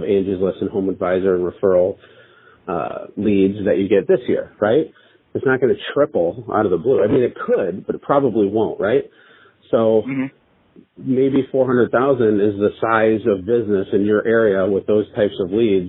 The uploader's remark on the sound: Live Coaching Call With A Growing Business